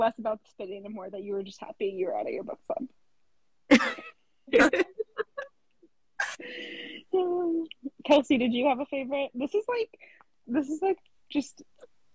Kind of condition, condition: link, video call